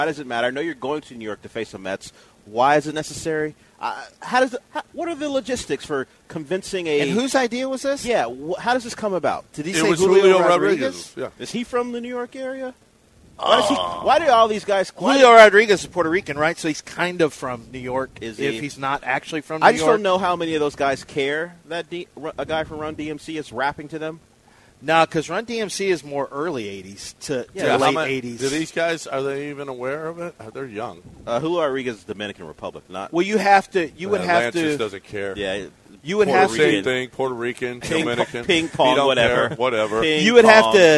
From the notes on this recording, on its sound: LIVE from the Golden Nugget Casino in Lake Charles!